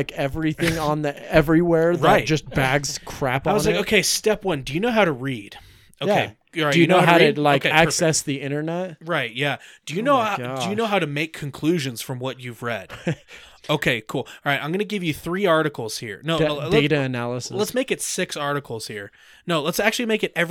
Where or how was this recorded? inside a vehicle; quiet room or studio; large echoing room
quiet room or studio